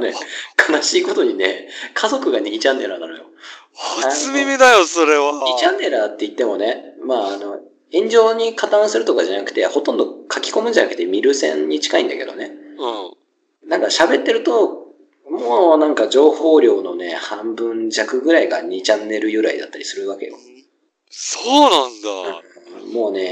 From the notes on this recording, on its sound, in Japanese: 録音技術と編集技術が後退したのか聞きづらいのは許してくださいな